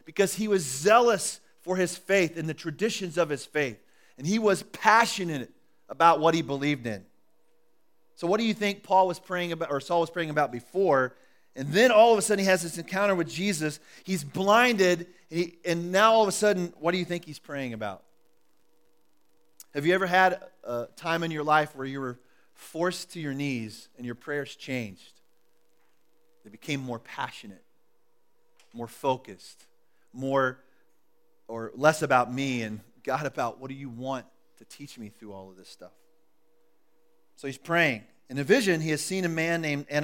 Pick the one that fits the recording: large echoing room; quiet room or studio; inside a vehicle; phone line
large echoing room